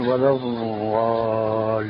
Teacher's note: ففرق بين من يقول ولا الضالين ولا الضالين وبين من يقول ولا الضالين، فهي مخرجها من حافة اللسان ملتصقة بالأضراس وبين من يضع رأس اللسان في سقف العلم. · Term: الضاد العربية الصحيحة